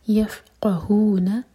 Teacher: قاف ہیوی اور قاف پر زور دیں گے, فا ساکن کے بعد قاف آ رہا ہے، یفقہون قولا